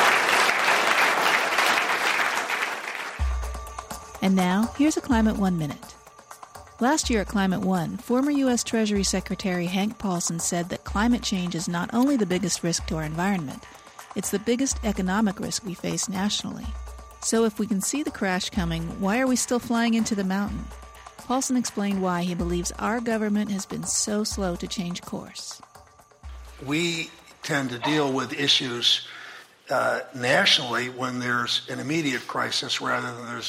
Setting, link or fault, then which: setting, live audience